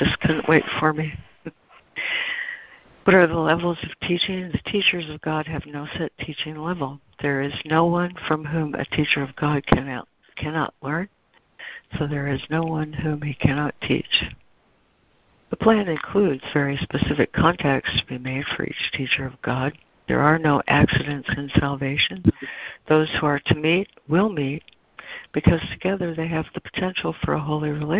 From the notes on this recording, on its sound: ACIM Daily Conference Call.